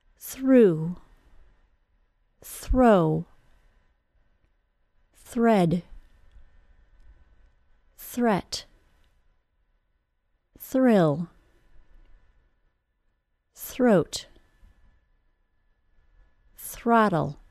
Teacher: Instead, we use a smooth, untapped sound. The place that it seems Portuguese speakers are most likely to tap their R sound is when it follows the unvoiced TH sound.